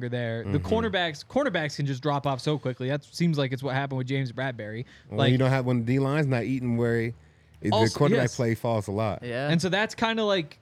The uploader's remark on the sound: coming to you LIVE from the DNVR Bar